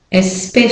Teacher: So you're going from sh to o. The CI is saying sh.